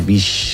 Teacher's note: arrossega la S cap darrere un poquet. I aleshores la fa com un poquet palatal, fa bix. Que és veritat.